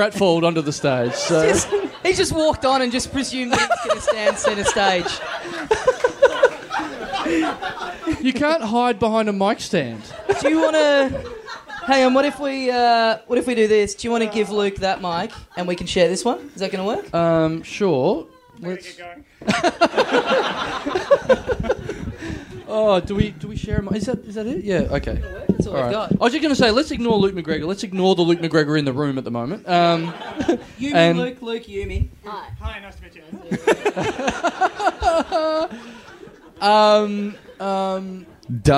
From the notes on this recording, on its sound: Recorded LIVE at Softbelly Bar, August 14th, 2012.